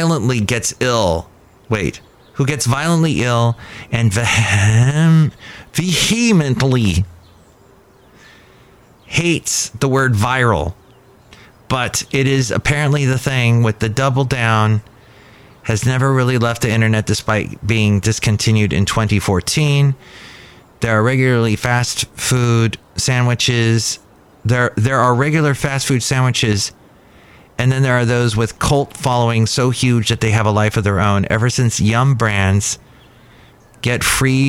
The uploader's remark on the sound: podcasts live from Cafe Anyway